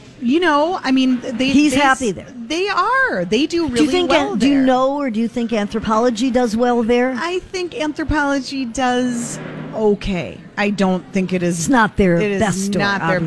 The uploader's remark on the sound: Live at General Store of Minnetonka